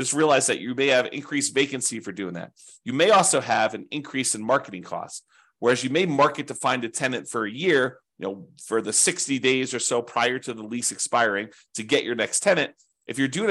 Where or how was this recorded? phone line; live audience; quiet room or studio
quiet room or studio